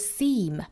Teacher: 我们要注意长元音 e,嘴角一定要裂开，有一个紧张的度